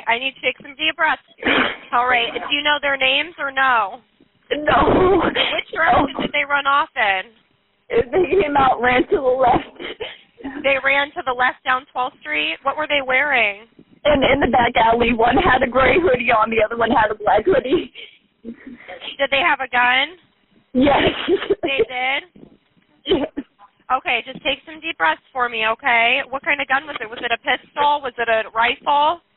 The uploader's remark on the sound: This is one of the many 911 calls that came to dispatchers during a spree of armed robberies at gas stations and convenience stores in Canton.